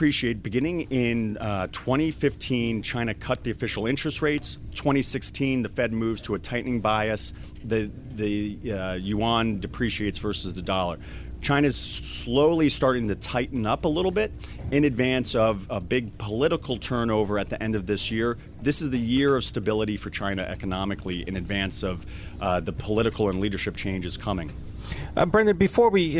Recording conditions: busy venue